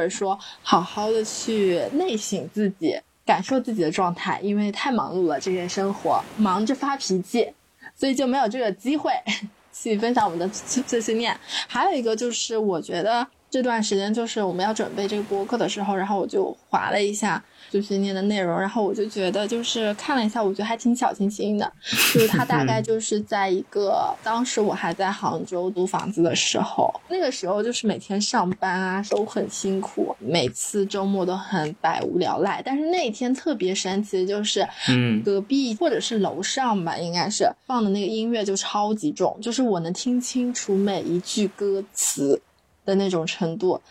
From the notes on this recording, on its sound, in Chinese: 因为录制过程的一些过错，可能本期有一些杂音